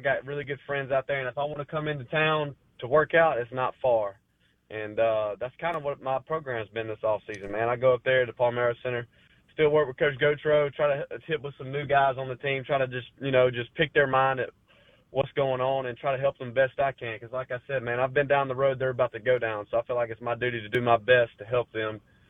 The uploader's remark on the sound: In the third hour of the show live in the BankPlus Studio. Joins the show on the Farm Bureau guest line.